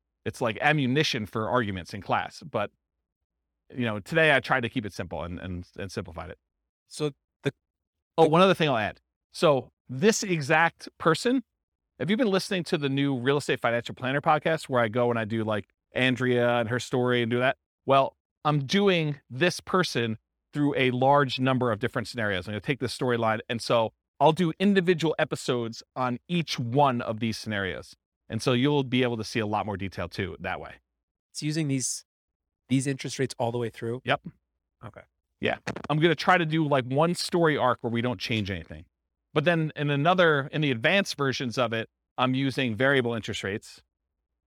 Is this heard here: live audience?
yes